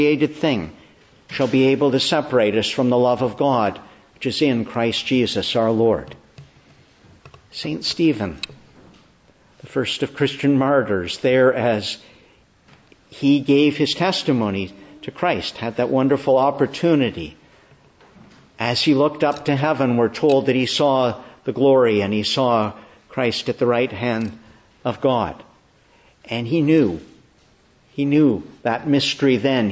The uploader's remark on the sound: Preached in the Annunciation of the Blessed Virgin Mary, Ottawa, on the 7th Sunday of Easter/Sunday after the Ascension